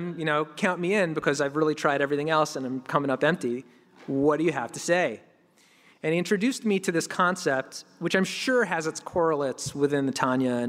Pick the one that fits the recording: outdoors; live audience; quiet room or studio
live audience